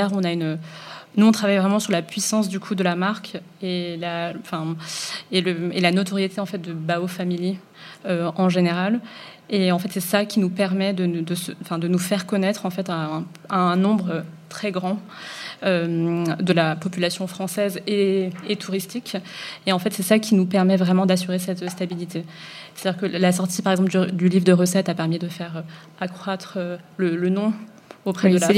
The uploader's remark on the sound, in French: Enregistrée en public. Au Bouillon République.